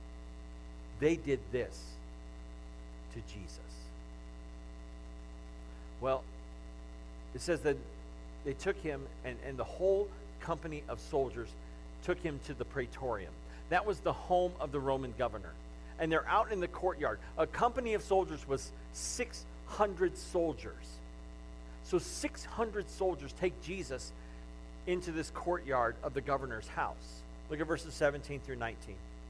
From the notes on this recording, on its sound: The audio of the message from Palm Sunday weekend at GFCC.